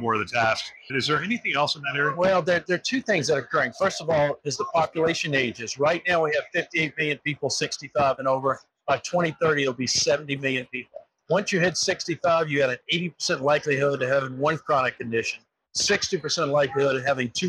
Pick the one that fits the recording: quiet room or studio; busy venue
busy venue